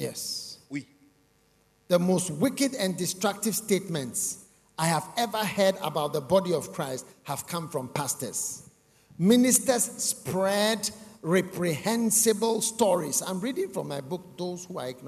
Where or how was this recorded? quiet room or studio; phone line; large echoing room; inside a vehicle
large echoing room